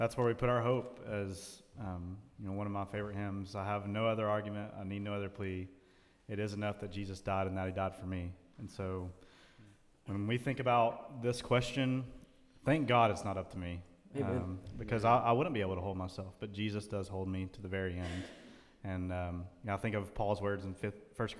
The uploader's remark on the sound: in front of a live audience